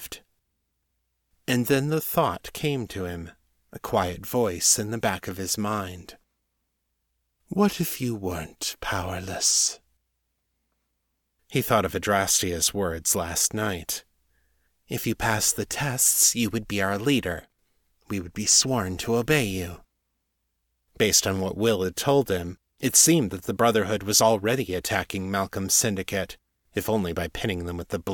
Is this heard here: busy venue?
no